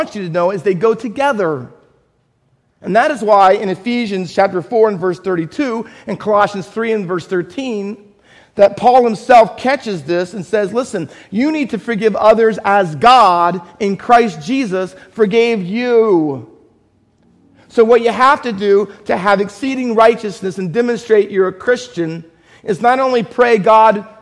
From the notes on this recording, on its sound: Faith Baptist Church in Hamilton, NJ.